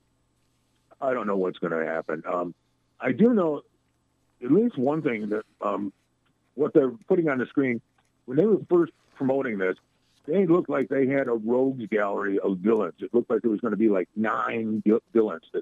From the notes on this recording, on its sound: In another visit from the World News Center. Called in for another fun-filled, action-packed chat.